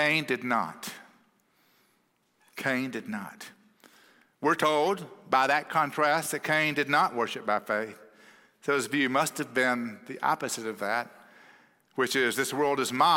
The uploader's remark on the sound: at Cross City Church in Euless, TX